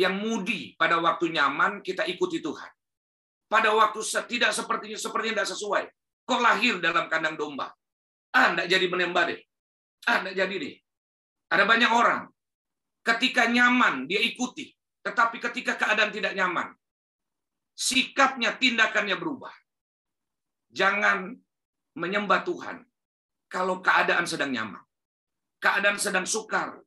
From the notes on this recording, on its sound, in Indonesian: Rekaman khotbah Ibadah GerBang Pagi GBI Glow ThamRes